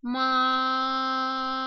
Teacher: Первый тон звучит ровно, долго и плавно. Главное не допускать того, чтобы голос уходил в конце произношения этого тона вниз или вверх.